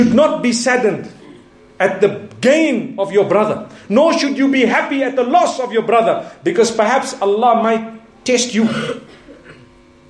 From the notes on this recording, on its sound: Jumu&#8217;ah Lecture from Bosmont Masjid